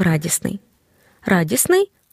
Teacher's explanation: звук Т випадає, щоб не було трьох приголосних поруч